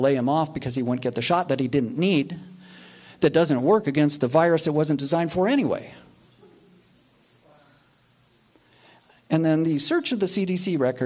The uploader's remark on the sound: Recorded live November 21, 2021 - Texas Covid-19 Summit